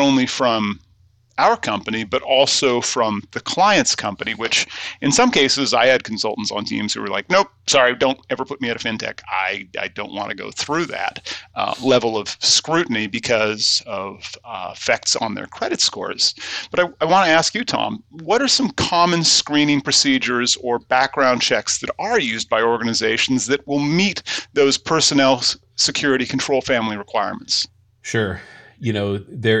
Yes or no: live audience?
no